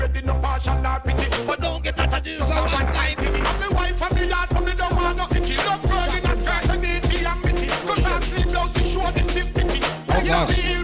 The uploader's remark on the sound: Live From The Huckster